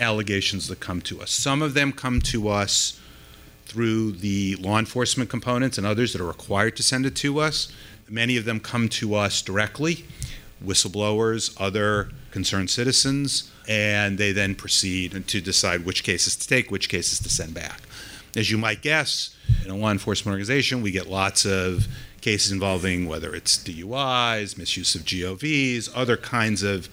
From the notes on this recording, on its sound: This episode was recorded live at DOI’s annual Anti-Corruption Conference in New York City.